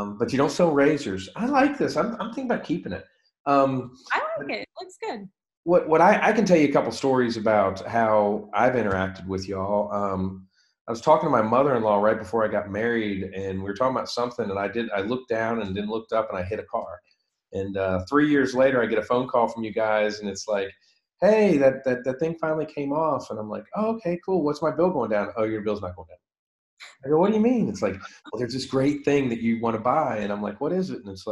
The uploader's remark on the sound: via Zoom